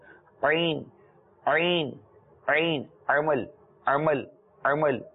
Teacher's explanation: عمل عین سے ہے، عین نکالے حلق کے بیچ سے نکالیں گے، ٹھیک ہے نا، حلق وسط حلق جس کو کہتے ہیں.